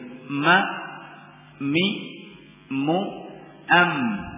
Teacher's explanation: Kemudian makhraj yang kedua dari satu makhraj ini dengan itbaq, dengan dikatupkan dua bibir